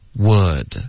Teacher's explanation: 所以字就是单词的这个舌头就是需要往后卷的